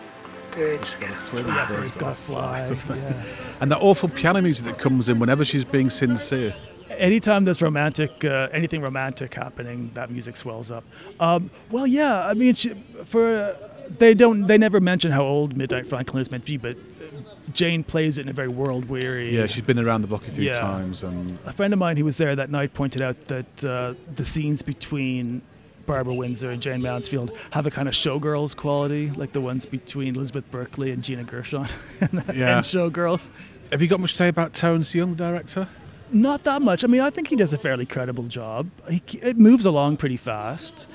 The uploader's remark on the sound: we headed out to Fontaines bar in Dalston